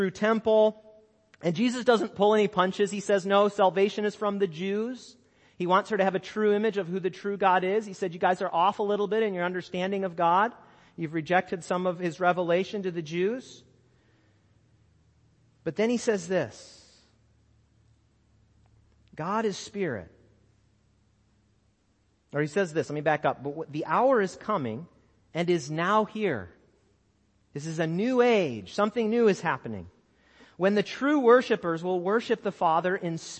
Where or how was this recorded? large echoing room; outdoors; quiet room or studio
large echoing room